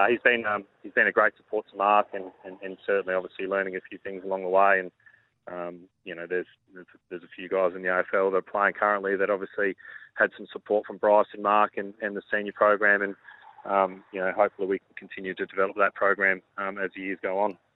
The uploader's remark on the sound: phoned